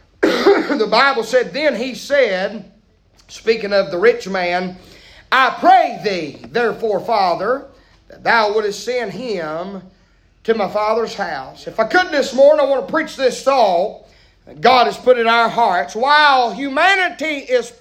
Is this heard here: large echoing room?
yes